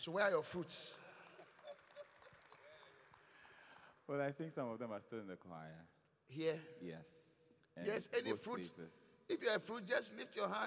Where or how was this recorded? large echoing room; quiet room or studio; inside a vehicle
large echoing room